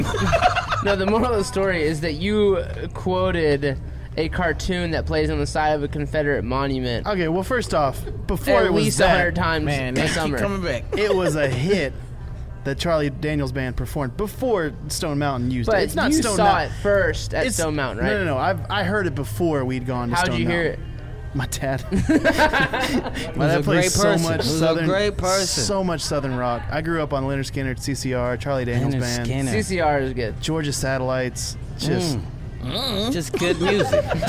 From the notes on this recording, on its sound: This Special Edition was live from the Gwinnett Braves Ballpark